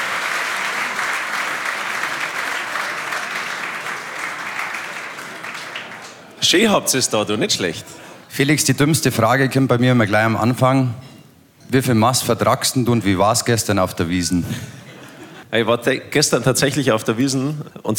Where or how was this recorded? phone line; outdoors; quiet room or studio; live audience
live audience